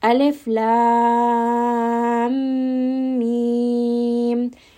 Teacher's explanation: the lam is merging within the mim. They're together. · Term: idgham